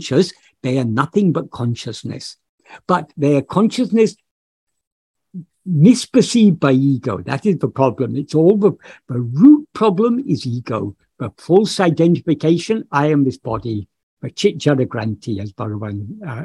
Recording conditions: video call